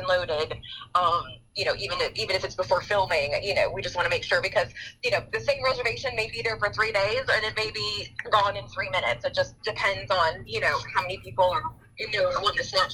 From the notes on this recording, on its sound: chats via phone